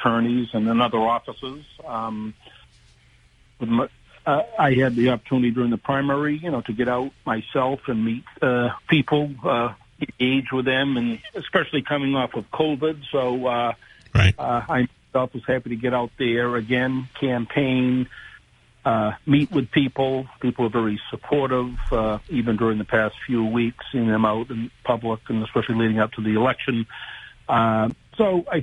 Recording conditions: phone line